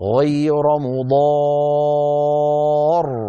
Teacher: إن وقفنا فباعتبار أننا نقف على راء ساكنة وقبلها ألف وقبلها مفتوح، نقف براء مفخمة